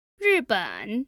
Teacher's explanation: 日本 is a fourth tone and a third tone.